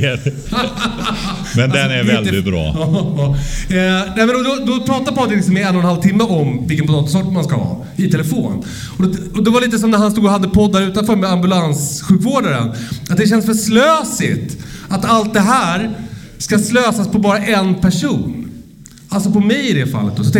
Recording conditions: live audience